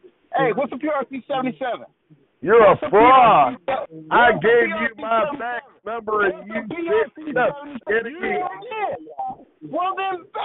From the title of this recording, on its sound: Conference Call